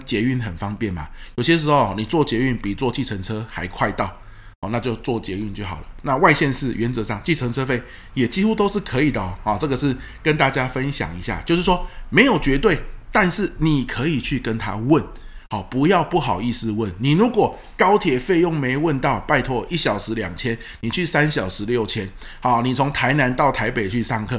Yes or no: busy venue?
no